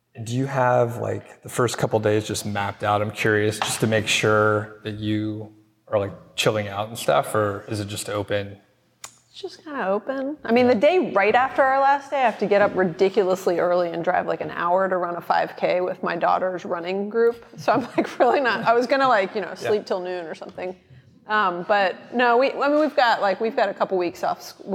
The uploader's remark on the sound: Live from CampFi Southeast. We did mini-interviews with a number of CampFi Southeast attendees.